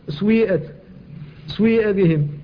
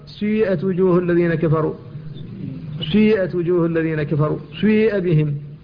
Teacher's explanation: ينطق بالسين مكسورة ممدودة بالياء، والياء مشمة بشيء من صوت الواو · Shown in: second take · Term: الإشمام